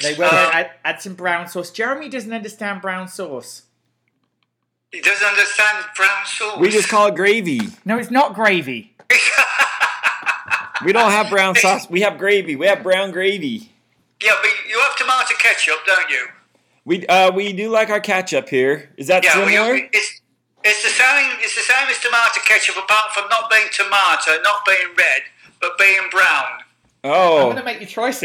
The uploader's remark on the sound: Apologies for the sound quality we tried to be all fancy, but in the end just had him on speakerphone.